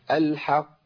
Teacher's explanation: لان ده حرف مشدد موقوف عليه زمن القلقله فيه بيبقى زمن ايه بزمن الحرفين